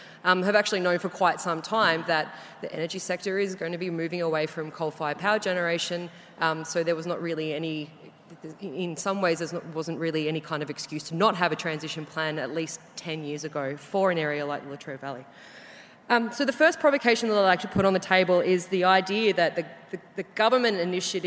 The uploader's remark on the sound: Environmental Justice 2017 Conference Keynote. From the 'Environmental Justice 2017' Conference, held at the University of Sydney.